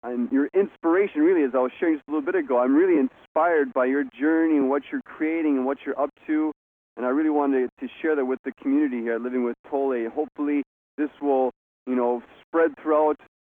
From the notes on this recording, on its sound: On this recording of our September 7, 2010, teleseminar